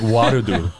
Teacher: they can't just do Wardu. They have to add a vowel between the R.